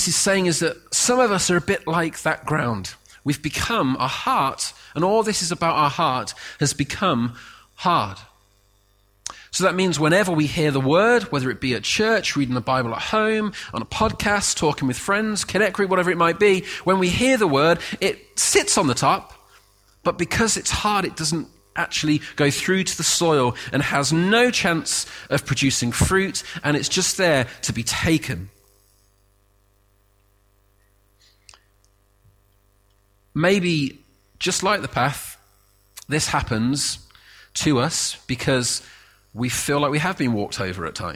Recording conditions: large echoing room